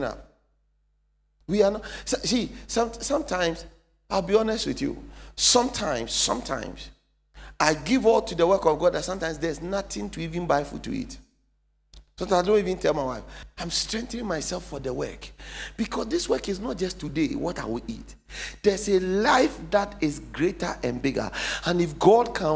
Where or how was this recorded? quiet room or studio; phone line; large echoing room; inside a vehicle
large echoing room